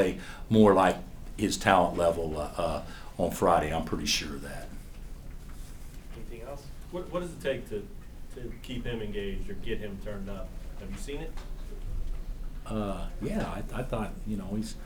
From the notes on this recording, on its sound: Press conference after win over Vermont.